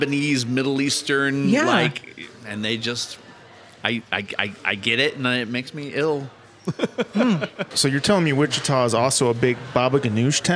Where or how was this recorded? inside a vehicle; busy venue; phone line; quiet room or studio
busy venue